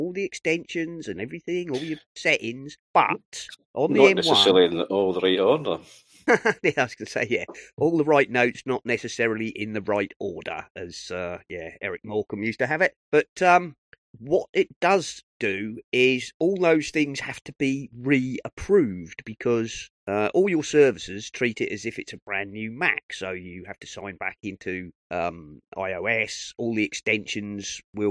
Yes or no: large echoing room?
no